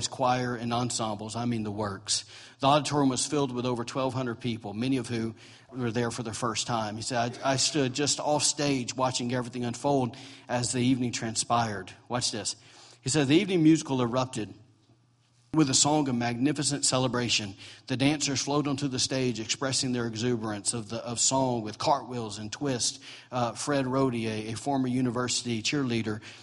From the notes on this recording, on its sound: recorded on Sunday, November 19, 2017, during morning service at Celebration Life Family Church